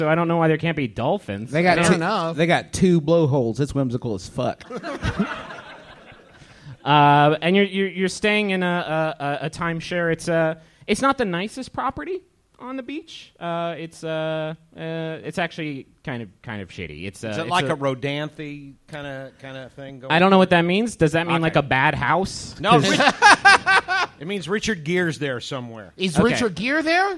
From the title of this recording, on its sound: Live in Los Angeles!